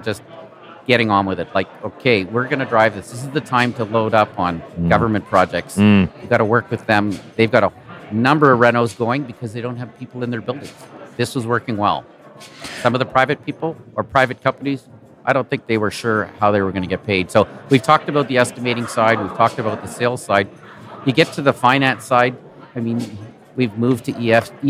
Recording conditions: busy venue